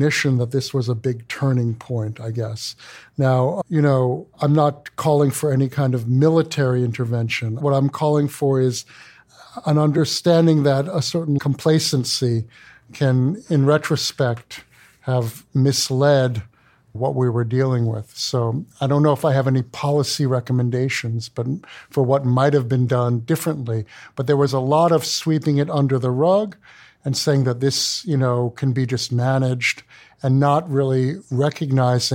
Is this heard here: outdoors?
no